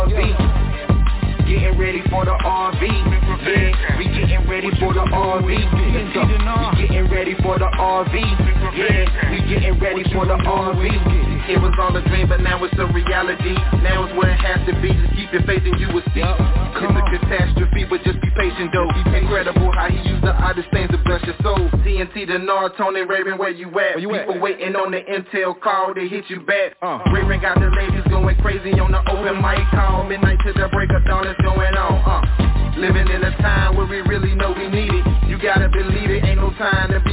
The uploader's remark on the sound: TNTSuperfantastic Conference Call